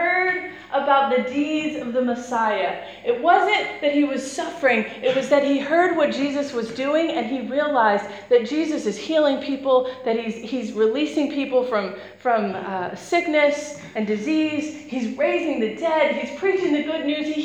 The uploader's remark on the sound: Preached on 12th March 2017 at Beacon International Centre.